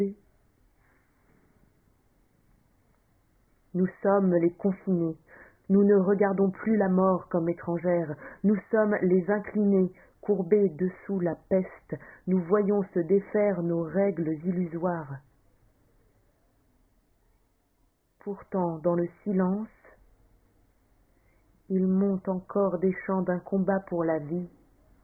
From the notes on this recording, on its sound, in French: Je l’ai enregistré avec mes moyens humbles.